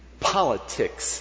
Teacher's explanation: An explosive initial P, followed by that hard T, and then that complicated sound at the end · Term: explosive consonants